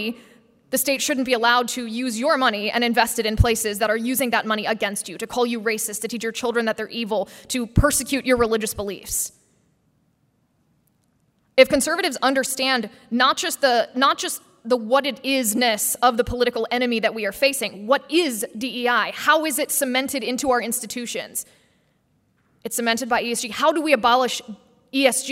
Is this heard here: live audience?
yes